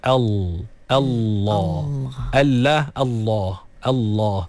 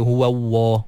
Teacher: Jadi sebenarnya Allah tu lam. Dia lam. Lam yang tebal. · Shown in: first take